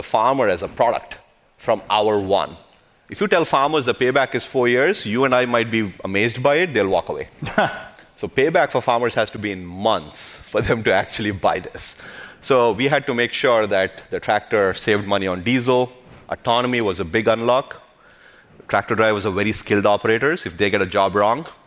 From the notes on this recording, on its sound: I co-hosted the Code Conference this week where I had the opportunity to hangout onstage